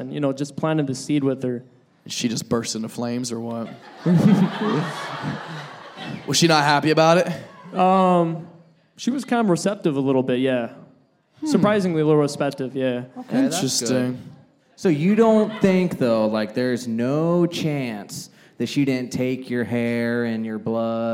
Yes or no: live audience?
yes